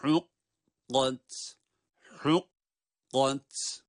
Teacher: Ne yaptık? Ha harfini kaf harfine bağladık. Ha ince kaf kalın.